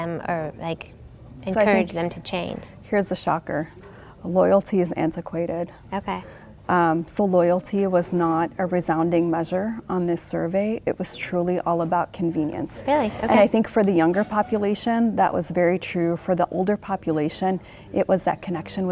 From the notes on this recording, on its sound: recorded at HIMSS22